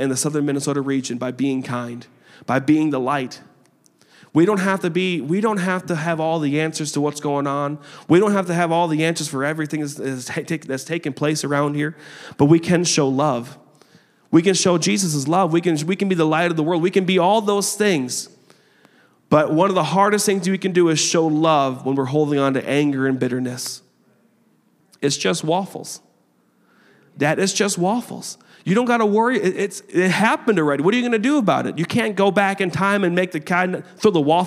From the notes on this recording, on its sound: a service recording from Connect Point UPC